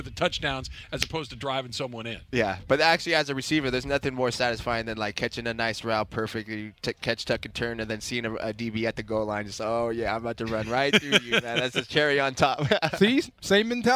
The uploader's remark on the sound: LIVE from Rams Camp in the City of Irvine. SUPER CROSSTALK.